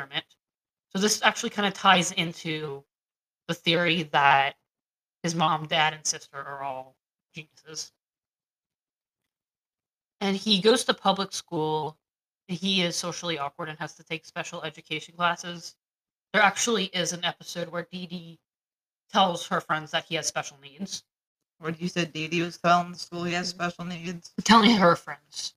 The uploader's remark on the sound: Sorry for the weird audio.